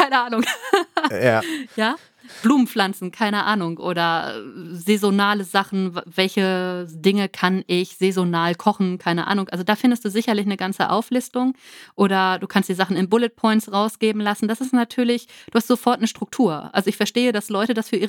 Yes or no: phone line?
no